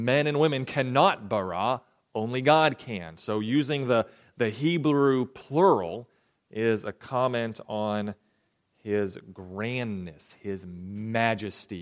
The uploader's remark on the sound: recorded January 28, 2023, at the Ringgold Seventh-day Adventist Church